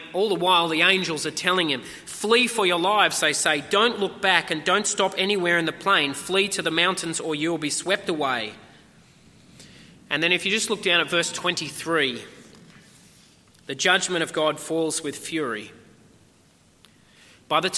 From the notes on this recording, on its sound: At a 10am service